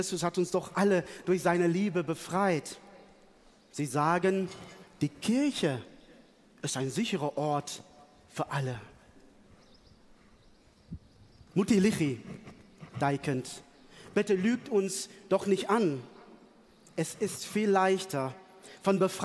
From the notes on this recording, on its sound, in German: Live-Gottesdienstübertragung vom Hauptmarkt in Nürnberg. Schlussgottesdienst vom Evangelischen Kirchentag in Nürnberg.